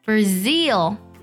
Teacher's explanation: 巴西呢，它的重音在第二个音节上